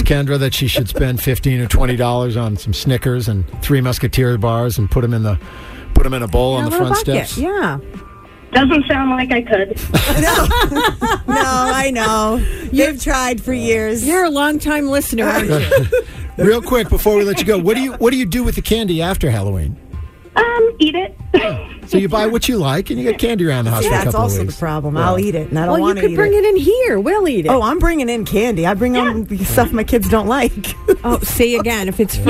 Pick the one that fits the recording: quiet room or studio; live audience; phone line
phone line